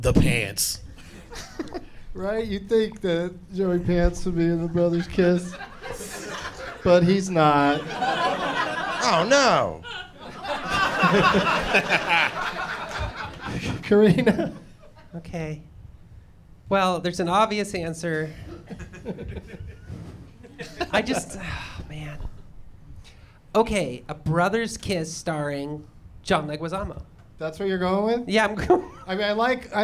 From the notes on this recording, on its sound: Live from Zanies in Rosemont